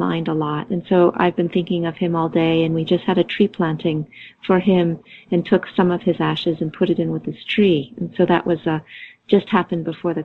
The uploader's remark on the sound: Conference call